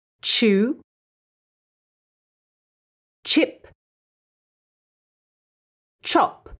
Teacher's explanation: both the sh and ch sounds are unvoiced. This means there'll be no vibrations if you put your hand on your neck when you say them.